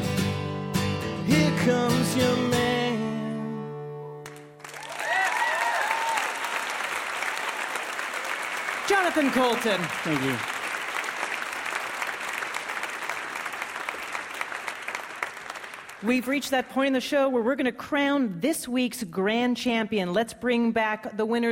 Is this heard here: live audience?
yes